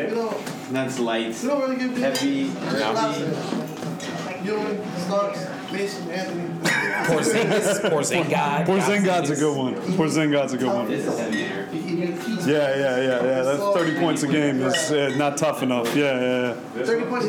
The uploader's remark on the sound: Recorded from Pompette Wine Shop in Harlem, New York. Please forgive extraneous noise.